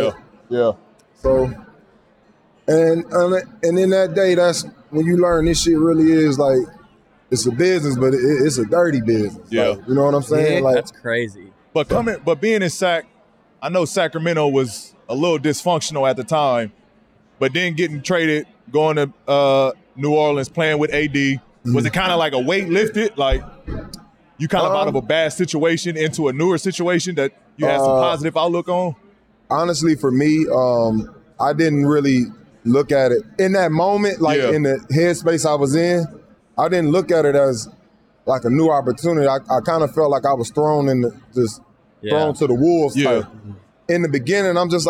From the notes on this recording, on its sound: This episode of Podcast P was taped in front of a live audience during All-Star Weekend in Indianapolis.